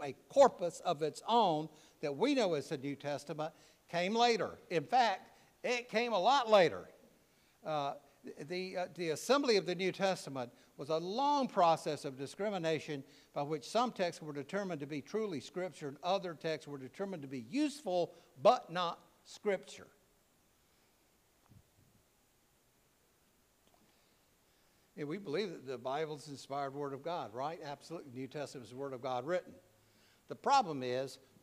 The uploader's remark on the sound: preached at All Saints Anglican Church in Charlottesville, VA on June 11, 2023